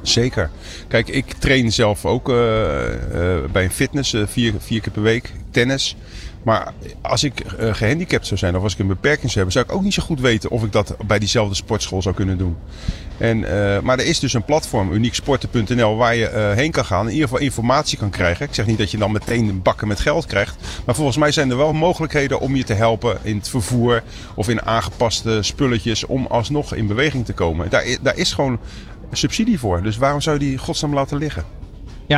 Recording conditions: busy venue